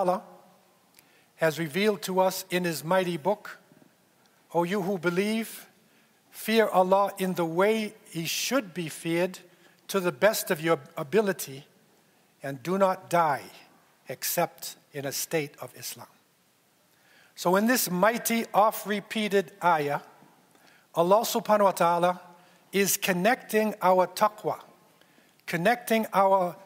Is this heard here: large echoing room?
yes